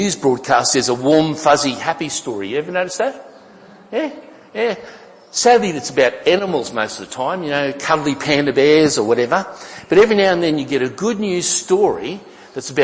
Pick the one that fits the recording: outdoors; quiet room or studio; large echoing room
large echoing room